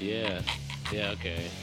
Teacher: she's doing the little kind of fry vocal fry things that those infants do